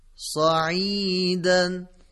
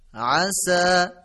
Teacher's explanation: در حرف صاد دهان درشت و پرحجم بود ولی در حرف سین به صورت رقیق و نازک تلفظ شد